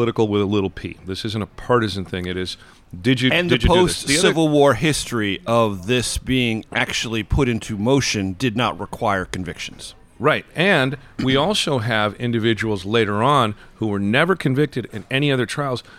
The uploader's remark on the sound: This episode was recorded on February 6th at Dirty Habit in D.C.'s Penn Quarter neighborhood.